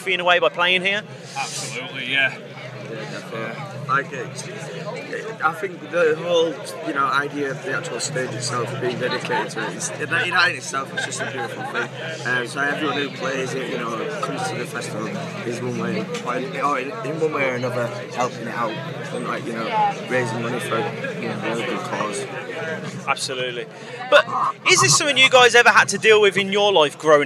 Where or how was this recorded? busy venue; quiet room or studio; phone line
busy venue